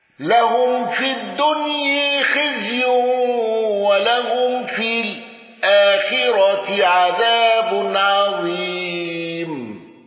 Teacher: دوري أبي عمرو بإمالة الدنيا واندرج معه خلاد والكسائي وخلف العاشر